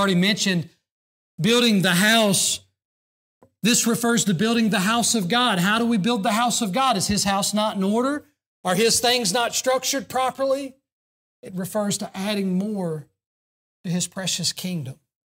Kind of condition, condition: setting, large echoing room